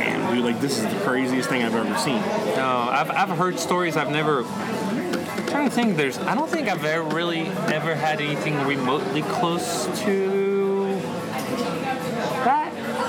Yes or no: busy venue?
yes